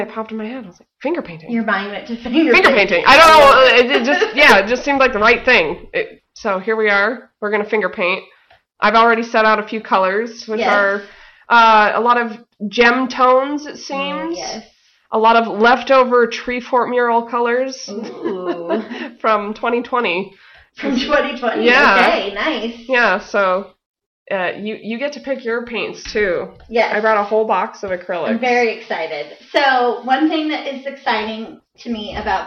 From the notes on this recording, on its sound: Still working on sound issues!